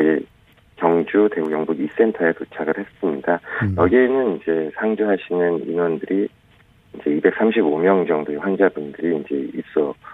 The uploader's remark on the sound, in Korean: 전화연결